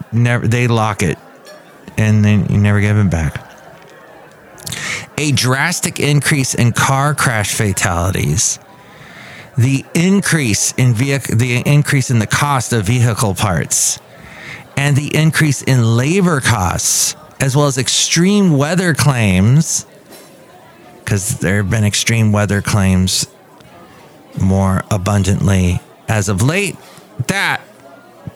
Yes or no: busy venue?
yes